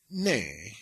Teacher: it's high tone because there's a prefix letter on a nasal